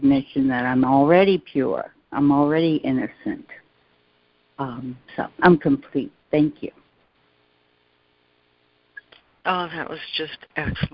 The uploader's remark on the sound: ACIM Daily Conference Call.